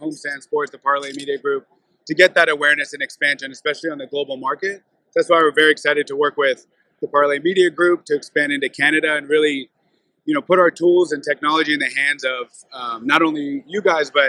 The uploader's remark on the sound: The Meadlowlands Exposition Center was buzzing this week at the SBC Summit, we present the proof in live audio form. We had guests moving in and out of chairs in a corner of the SBC Sales Lounge.